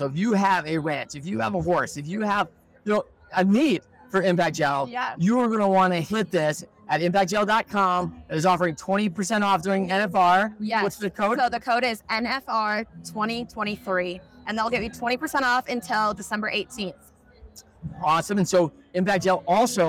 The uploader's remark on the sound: NFR Special. Today's episode is coming to you live from the electrifying atmosphere of the NFR Experience Cowboy Christmas.